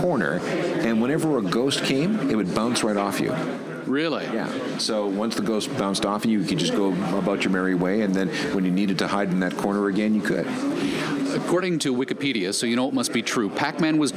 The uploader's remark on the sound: We’re live on location at the Toronto Downtown Record Show